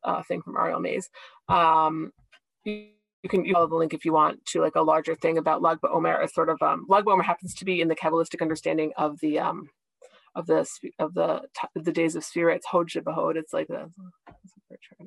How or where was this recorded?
video call